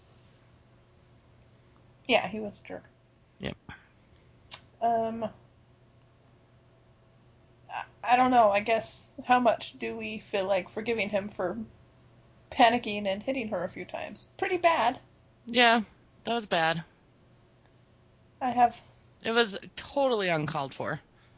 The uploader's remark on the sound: We also had some Mosey like audio problems, but nothing that will effect your listening too much.